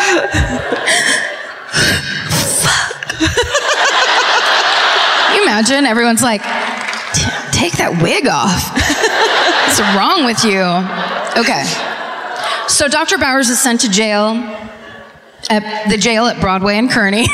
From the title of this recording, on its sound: Live at the Davies Symphony Hall in San Francisco